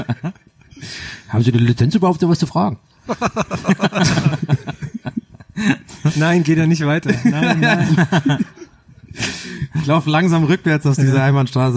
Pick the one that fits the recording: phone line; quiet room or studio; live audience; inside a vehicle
live audience